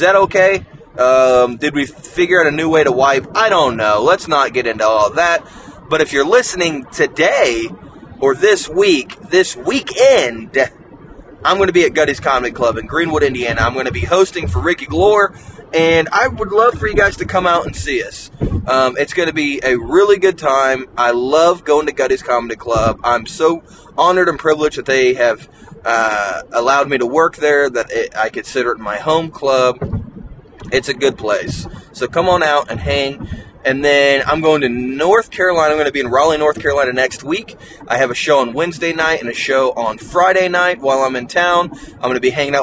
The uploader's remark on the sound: The audio may not be great this episode since we are driving